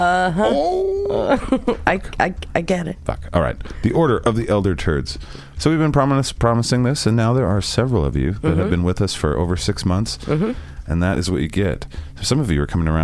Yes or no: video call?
no